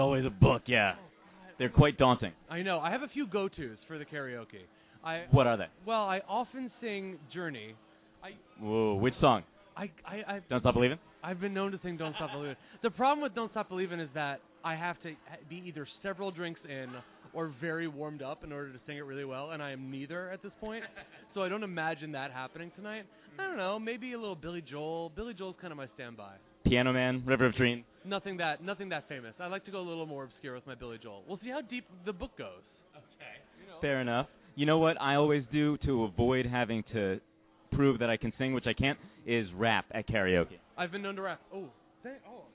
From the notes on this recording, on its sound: takes the show live at The Watering Hole in New York City